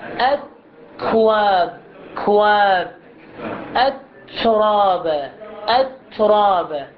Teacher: لأنه الحرف مهموس، فهذا الانفكاك يكون مهموس. الانفكاك الذي يتعلق بالكاف والتاء يكون متصل بالحرف القادم، أقول أد، لا يخرج صوت، لا يتكون الانفصال إلا ما يكون عندي حرف بعده. · Term: انفصال متصل بالمخرج القادم